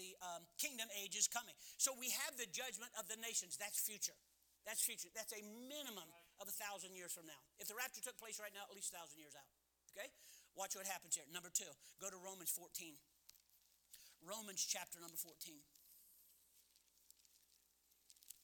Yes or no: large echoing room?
yes